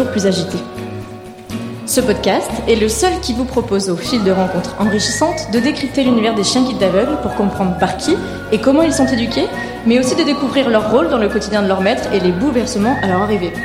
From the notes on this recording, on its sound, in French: Enregistré en direct du festival PodRennes. Mais aujourd'hui, vu que l'introduction est également enregistrée en direct, nous allons tout de suite en apprendre plus ensemble.